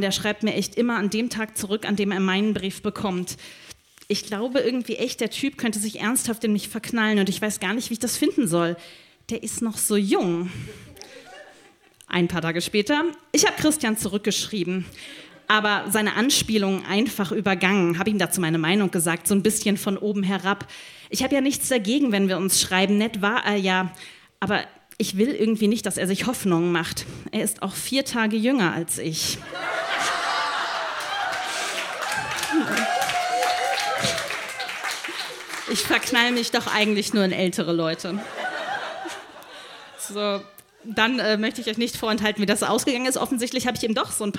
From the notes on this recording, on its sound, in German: Ausschnitte aus der Veranstaltung vom 12.10.2018 im Yoko, Hamburg. Auswahl der Beiträge von der „texte von gestern“-Liveshow am 12.10.2018 im Yoko, Hamburg. Unser tolles Publikum.